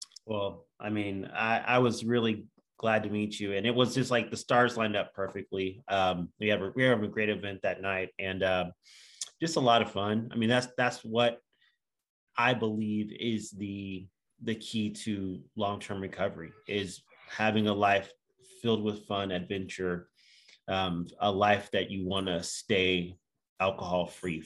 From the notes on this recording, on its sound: From Raleigh, NC & Austin, TX on Zoom.